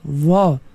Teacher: Dia tempat keluar huruf ra ni sama dengan zal. Cuma zal nipis, ra tebal. · Term: Tafkhim